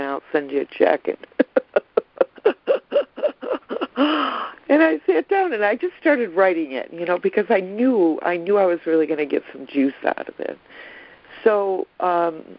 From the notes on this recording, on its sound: ACIM Daily Conference Call